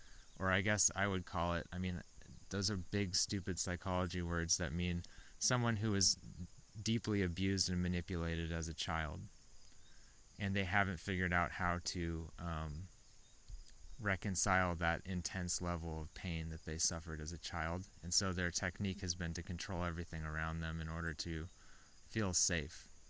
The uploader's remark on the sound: I decided to just go talk outside for a while. This is the least edited thing I’ve ever put on the internet.